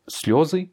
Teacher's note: sliozy a son accent tonique sur le yo. Donc, comme tu le vois, tous les mots qui contiennent un yo ont leur accent tonique sur le yo.